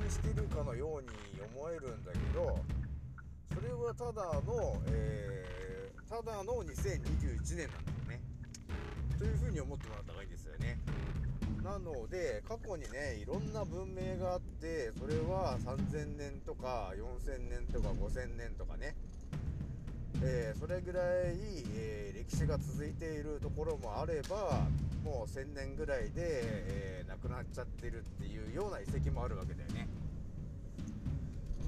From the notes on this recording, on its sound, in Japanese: 少し音声が小さくなってしまいました。すまん。